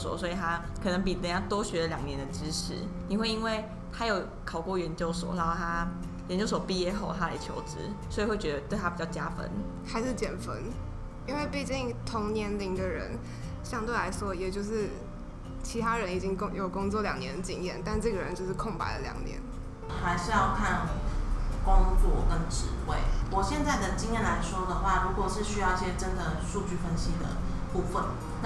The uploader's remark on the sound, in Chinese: 錄製時天氣下雨打雷，很抱歉真的修不掉，請大家幫忙自動過濾背景音。